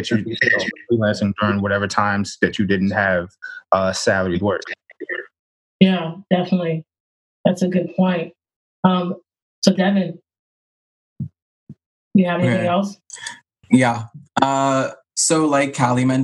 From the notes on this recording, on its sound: a live recording of Career Talk via Zoom